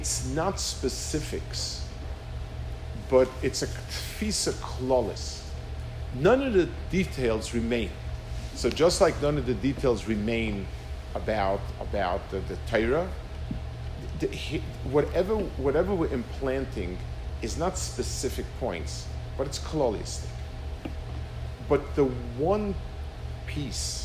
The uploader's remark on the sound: Delivered 5/19/22 to mechanchim of elementary school Rabbeim in Torah Day School of Phoenix.